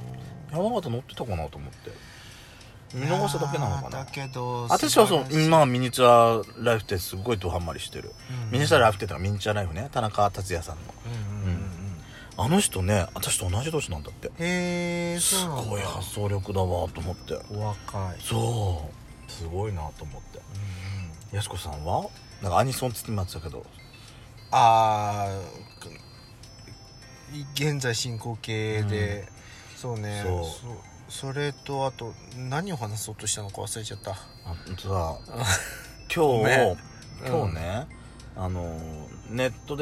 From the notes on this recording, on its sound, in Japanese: パーキング収録